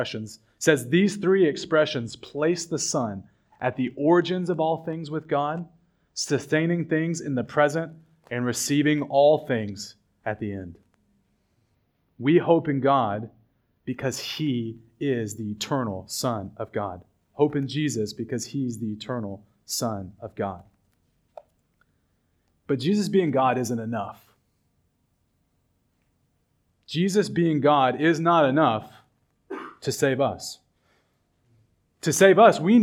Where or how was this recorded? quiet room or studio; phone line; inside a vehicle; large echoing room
large echoing room